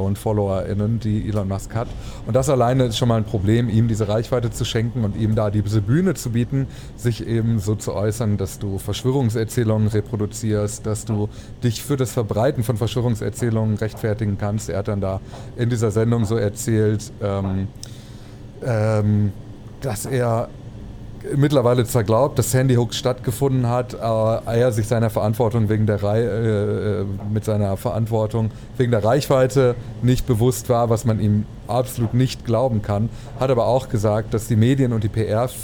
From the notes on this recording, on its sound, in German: Quasi live aus der Deutschen Bahn und ihren Widrigkeiten.